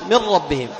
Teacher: لم تبقى لا النون ولا صفتها الغنة · Term: إدغاما محضا